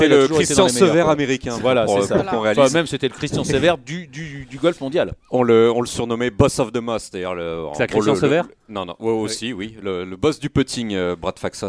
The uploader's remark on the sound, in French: Nous l'avons joint par téléphone.